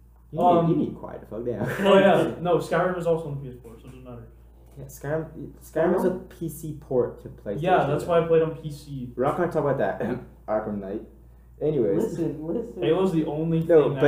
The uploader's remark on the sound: Please excuse the microphone quality, we will be switching to studio mics soon.